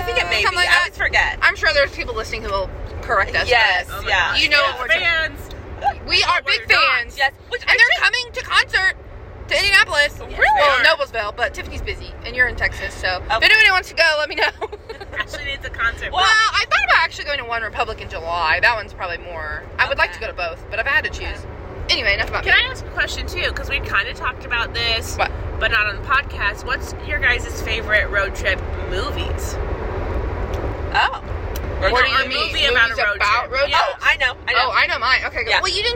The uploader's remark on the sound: Come hear our energetic thoughts on road-trips, movies, and more as we make our way from Indianapolis to Texas. Sound quality is not great and we were 7 hours into a 12 hour road trip!